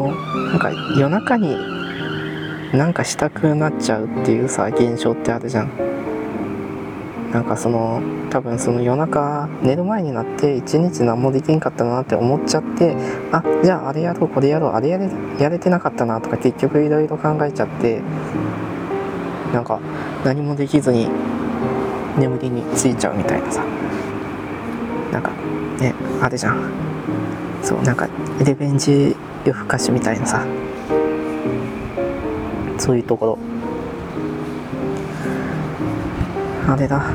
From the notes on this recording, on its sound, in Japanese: 外収録したかったし移動にスマートに収録したい。移動しながらスマートに外で収録して見たかったです。出来ませんでした。